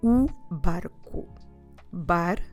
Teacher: it's a single R, so we don't require all that vibration